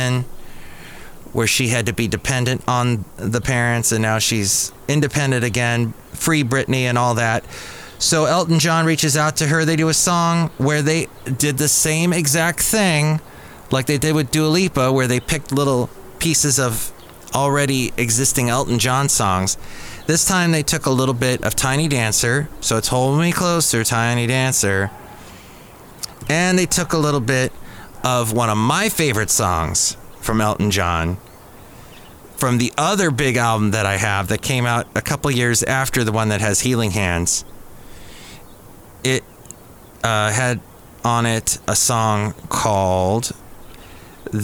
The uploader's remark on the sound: podcasts live from Cafe Anyway